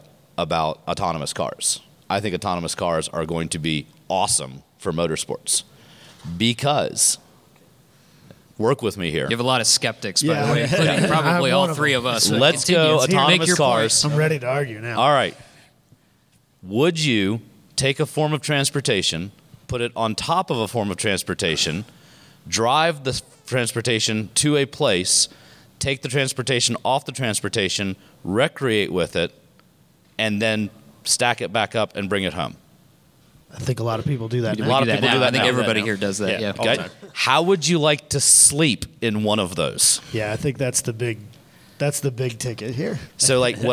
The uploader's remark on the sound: Live at SCCA National Convention in Las Vegas. Record our first live podcast at the South Point Hotel in Las Vegas during the 2019 SCCA National Convention.